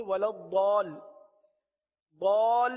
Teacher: تو بال کو ہم نے کم و بیش چار الف تک کھینچا ہے · Term: مد لازم